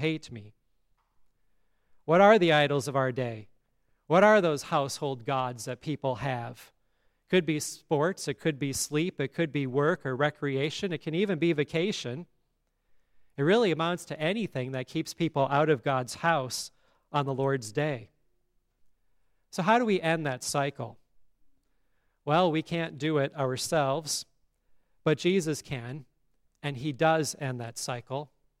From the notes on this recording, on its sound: today's service at Grace Evangelical Lutheran Church in Lexington, MO